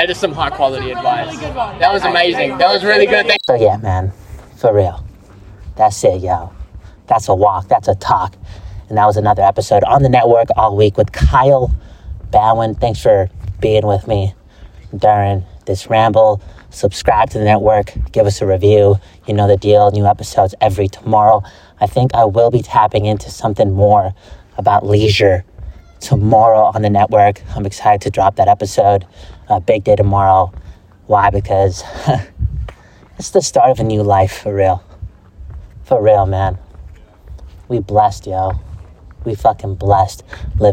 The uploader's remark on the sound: Walk N Talk